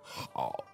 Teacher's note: you can hear your voice kind of cracks, and the tone is even kind of broken. · Term: a croak